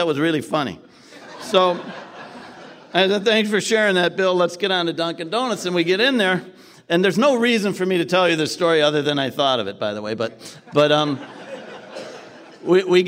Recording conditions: live audience